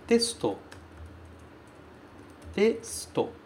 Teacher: Você dá um tempinho a mais ali no S, mas esse U quase não sai. Ele some entre o S e o T.